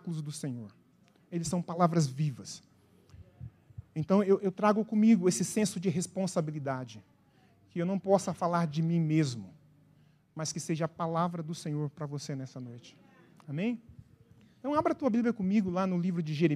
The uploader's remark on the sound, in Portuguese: na Igreja ABA Curitiba (Transmitido ao vivo)